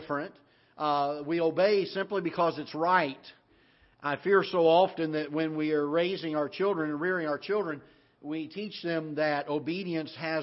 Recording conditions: large echoing room